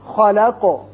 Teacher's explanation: وقت کی صورت میں خلق قاف ساکن ہو جائے گا اور اس کی صفت قلقلہ ادا کریں گے